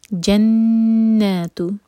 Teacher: جنات نون پر قنہ اور مد تبعی دو حرکہ لمبا